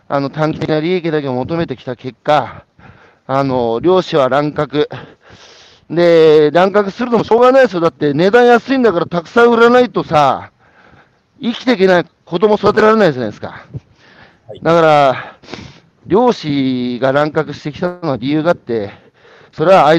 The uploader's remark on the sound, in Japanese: 歩きながら1時間、対談する